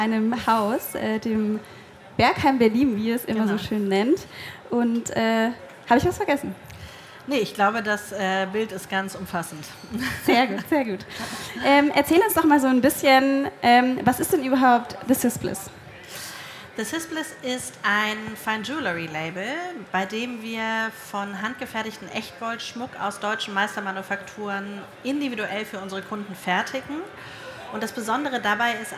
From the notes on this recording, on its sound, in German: In einem Live-Podcast im Rahmen der K5 Konferenz 2023